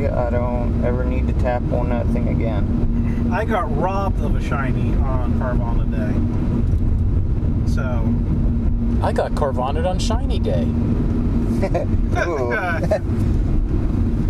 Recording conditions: inside a vehicle